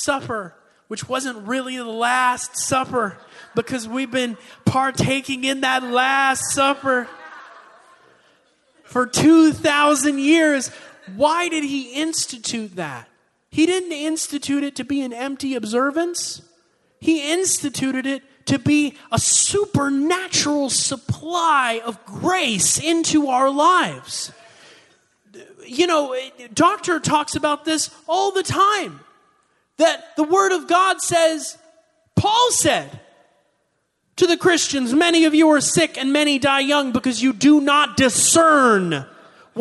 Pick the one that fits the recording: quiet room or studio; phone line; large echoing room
large echoing room